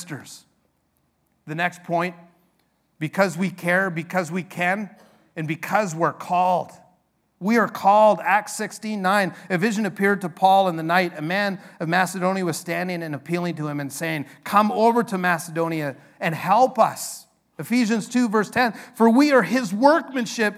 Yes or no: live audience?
yes